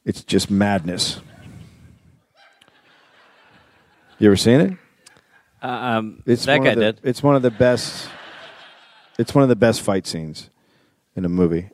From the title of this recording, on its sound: Live in Indianapolis